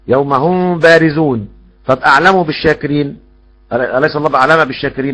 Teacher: الميم عند الباء بعد محرك او محرك تخفى لم نقل تضغم لان الميم حرف شفه والباء كذلك فيحصل فيها اخفاء وليس ادغام